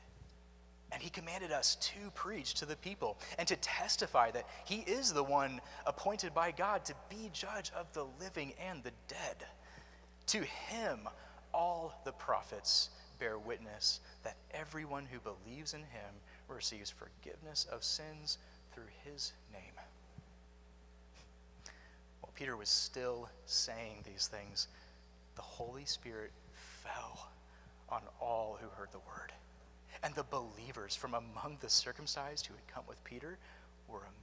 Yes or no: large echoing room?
yes